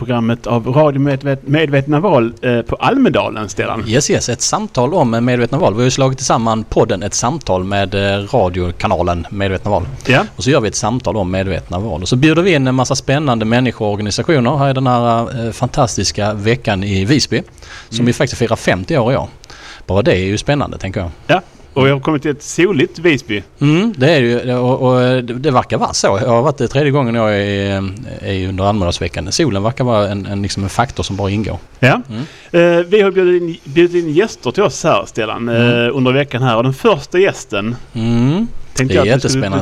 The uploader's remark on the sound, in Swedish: Almedalen Special. Vi sänder live från Rigagränd 5 som ligger ett stenkast från Ideella Trädgården i Almedalen.